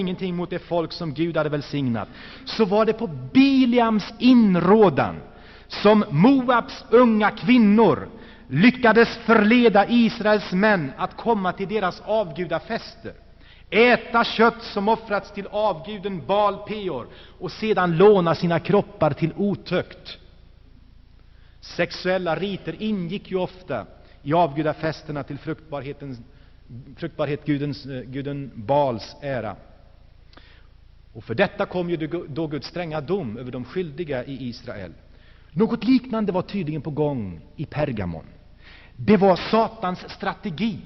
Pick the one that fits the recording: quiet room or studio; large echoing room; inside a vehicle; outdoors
large echoing room